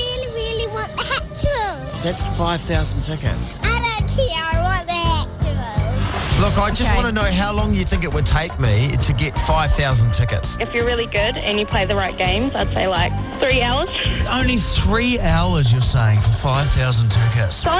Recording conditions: busy venue